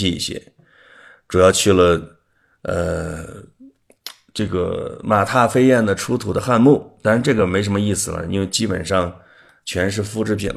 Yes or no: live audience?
no